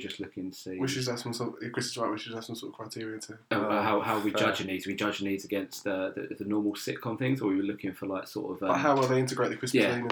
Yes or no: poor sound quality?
yes